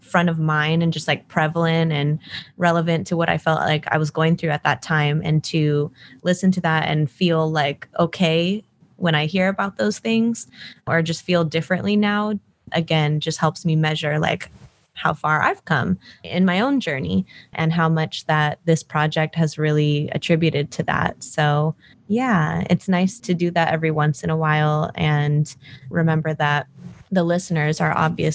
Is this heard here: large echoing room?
no